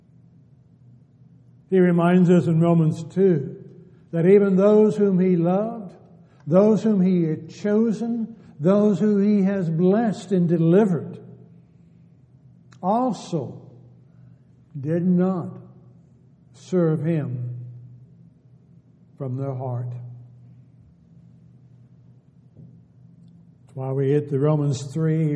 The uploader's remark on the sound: Downtown Church Of Christ Audio Sermon.